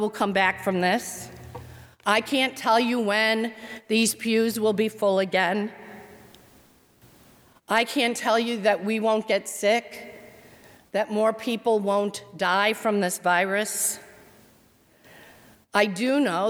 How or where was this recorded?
large echoing room